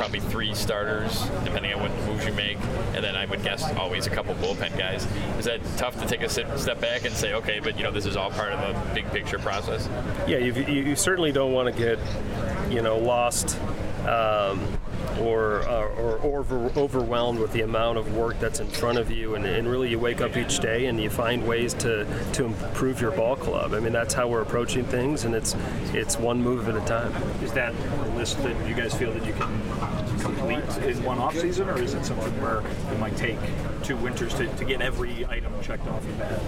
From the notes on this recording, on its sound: LIVE from the GM Meetings in Scottsdale, Arizona